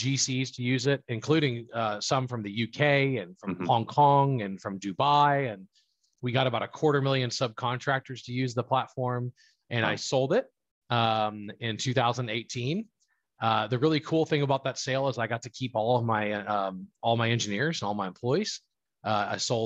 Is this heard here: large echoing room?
no